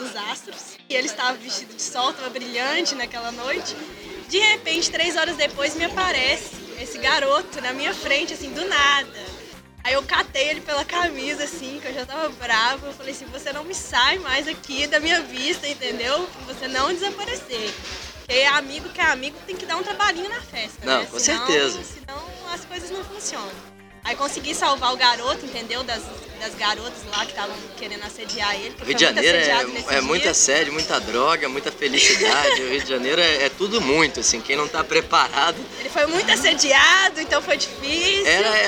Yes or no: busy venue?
yes